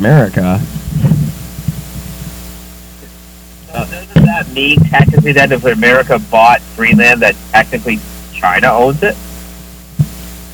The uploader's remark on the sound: Technical difficulties get the best of them again.